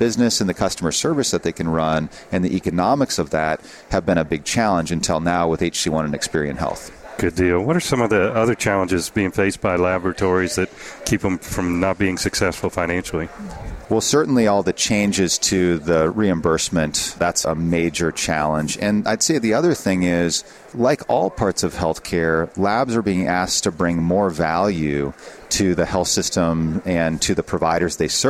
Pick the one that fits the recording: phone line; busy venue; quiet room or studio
busy venue